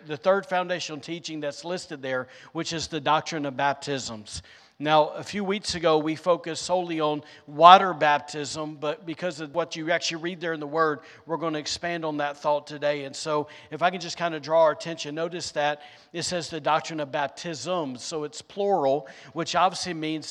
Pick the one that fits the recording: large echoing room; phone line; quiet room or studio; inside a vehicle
large echoing room